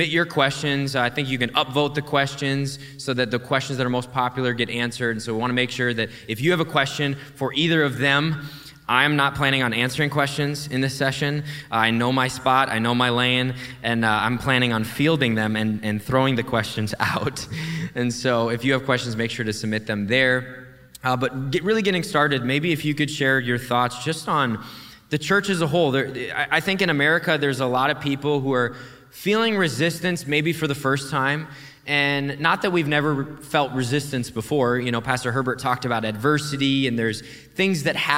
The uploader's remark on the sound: We recorded a live podcast at our Conference